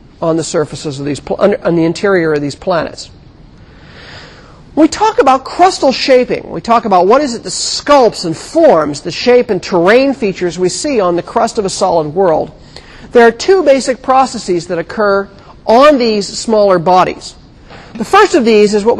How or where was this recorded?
large echoing room